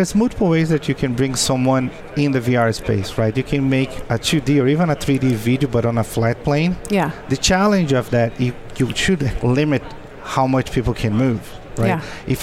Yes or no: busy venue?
yes